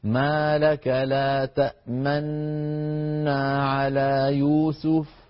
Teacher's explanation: نضم الشفتين ونطول الغنة في هذه النون الساكنة · Term: الإشمام